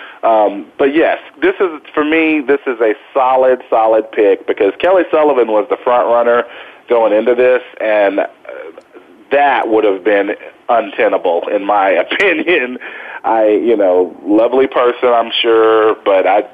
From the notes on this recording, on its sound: Vamps it up during an appearance on Soap Central Live. Then, we'll open the phone lines for fans to call in and discuss all the latest soap opera happenings. On the Voice America Talk Radio Network.